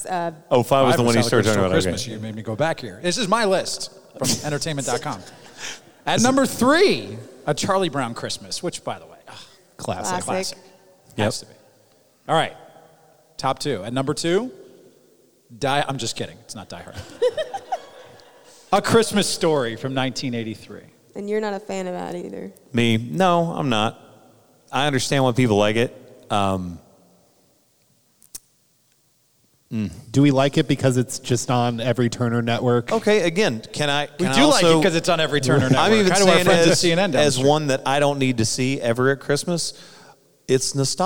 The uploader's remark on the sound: LIVE FROM THE SEC CHAMPIONSHIP IN ATLANTA